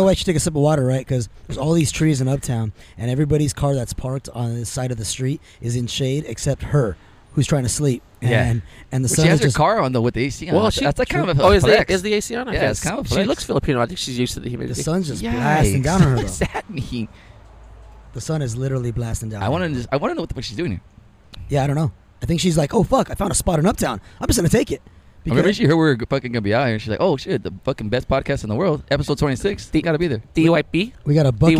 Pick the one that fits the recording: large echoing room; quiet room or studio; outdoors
outdoors